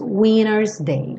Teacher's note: É um sotaque bem americano de reduzir tanto o T que ele some. · Term: redução aí do T